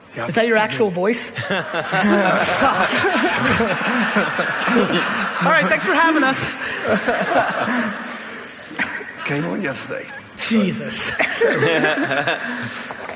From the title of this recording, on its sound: A Keynote: Dublin Tech Summit